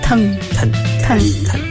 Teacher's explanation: 它没有一个往后的那个鼻音